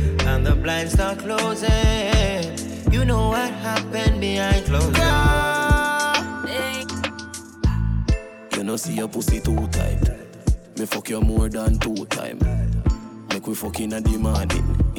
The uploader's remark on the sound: RECORDED WARM UP SET FROM RESIDENCY AT MISS LILY'S DUBAI